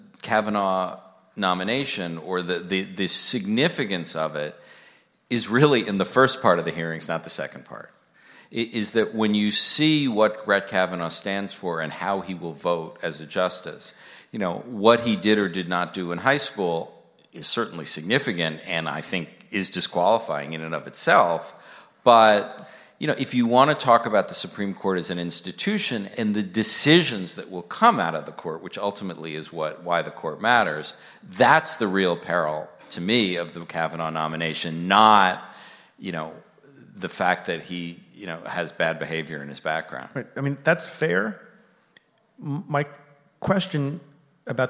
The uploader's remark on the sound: Live from Town Hall